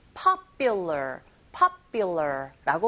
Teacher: wrestling 하실 때 W 사운드가 들리게끔 우 하면서 wrestling is the popular, 이때 두 번째 P 사운드가 된소리 현상이 일어나고 있습니다. 파! 하고 터져야 되는 파열음인데 터지지 않고 된소리 경음화 현상이 일어나죠